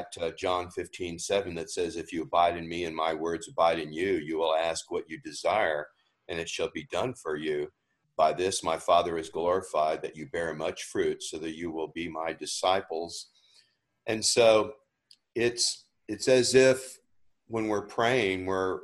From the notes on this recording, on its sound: ZOOM recorded Bible Classes.